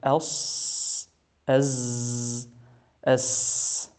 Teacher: واضح أن هذه الحروف فيها صفير أو تصفير أو شيء من هذا، صفير على الأصح · Term: الصفير